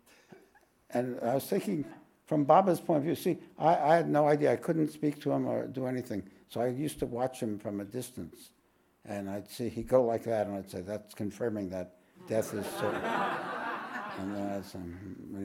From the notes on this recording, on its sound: This podcast was recorded live at The Ashram in Mount Eliza on the 10th of June, 2023.